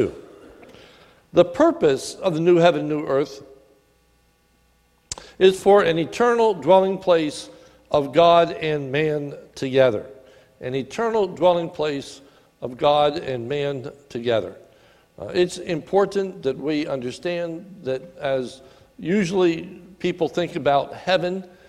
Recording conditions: large echoing room